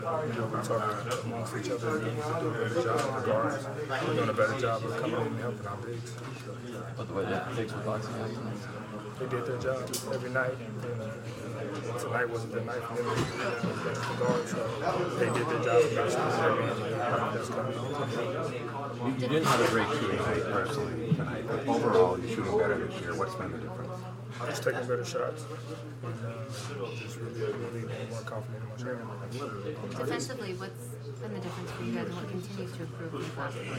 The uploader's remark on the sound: Full Report from TD Garden